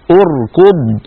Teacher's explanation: أركض أركض همزة الوصل بعدها راء ساكنة بعدها كاف مضمومة، من أجل ضمة الكاف ضممنا همزة الوصل عند البدء بها